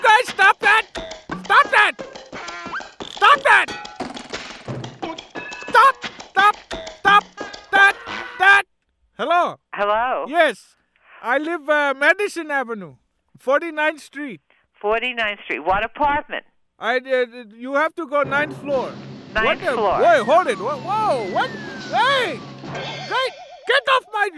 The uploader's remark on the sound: Prank Phone Calls